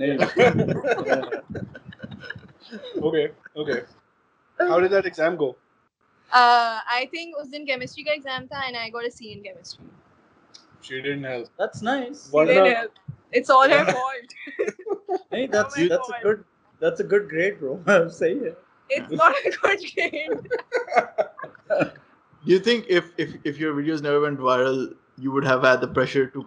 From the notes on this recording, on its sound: Skype really did a number on us in this so the video has half-decent image quality but poor video quality, and the audio isn't great either.